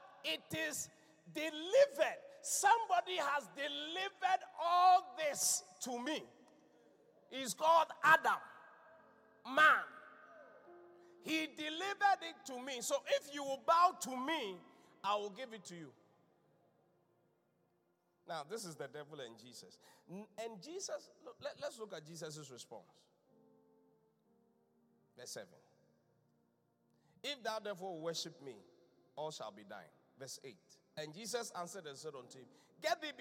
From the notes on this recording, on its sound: Encounter Service. Preached at The Qodesh.